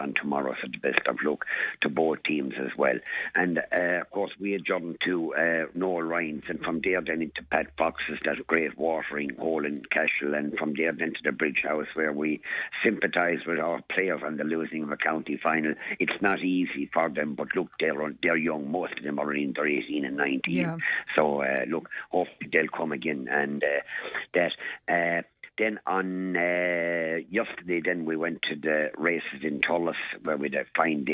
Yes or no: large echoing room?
no